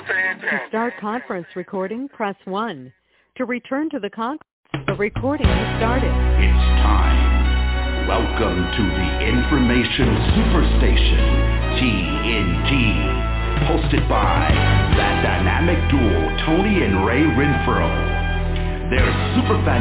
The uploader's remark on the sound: TNTSuperfantastic Conference Call.